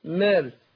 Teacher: الحرف اللي قبلها مرقق بنرقق الالف